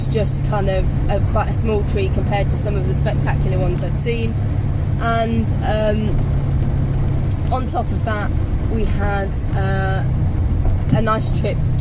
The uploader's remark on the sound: all recorded from my 1968 Morris Minor, Peggy